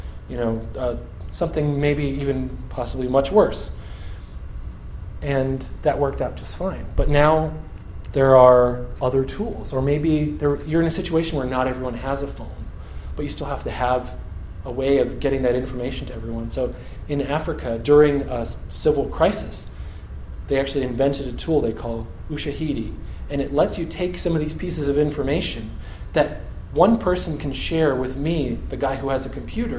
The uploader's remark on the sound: Audio from a talk I gave on January 16th, 2015